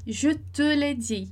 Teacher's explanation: E aí é um te, é fechado porque não tem o S